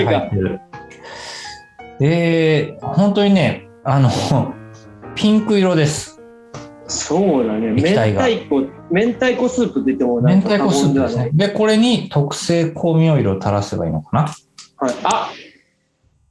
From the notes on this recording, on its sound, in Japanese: 先週に引き続き、ZOOM 収録を行っております。